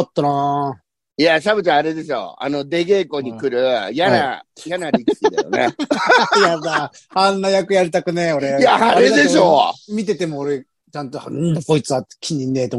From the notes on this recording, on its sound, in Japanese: ZOOMで収録